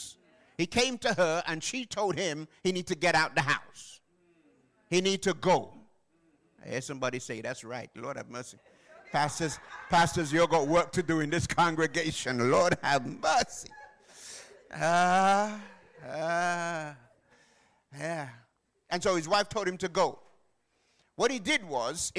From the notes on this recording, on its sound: Live from Plumstead Community SDA Church